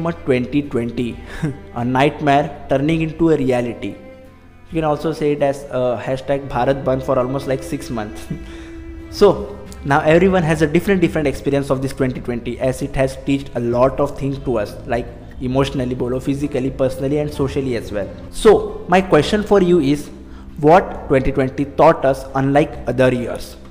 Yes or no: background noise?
no